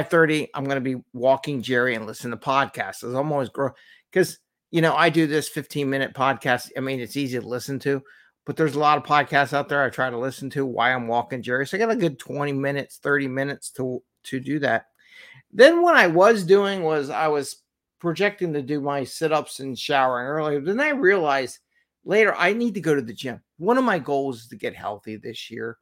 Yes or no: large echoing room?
no